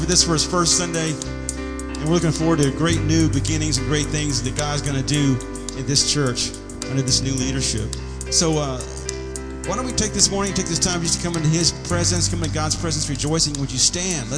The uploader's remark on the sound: Sunday Morning Service